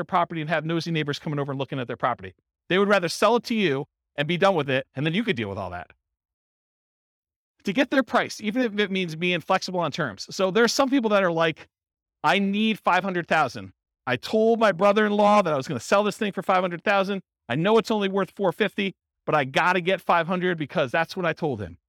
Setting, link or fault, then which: setting, live audience